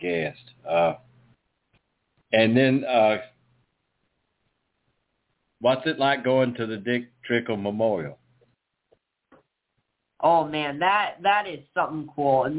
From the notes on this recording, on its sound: the drivers from 7K Racing call